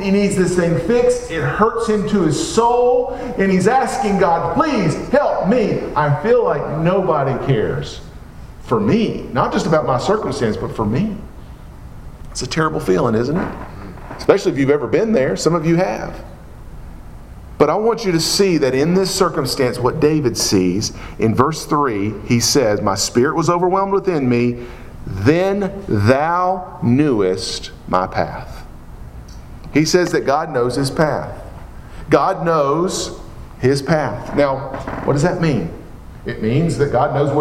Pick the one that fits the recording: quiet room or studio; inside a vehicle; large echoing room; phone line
large echoing room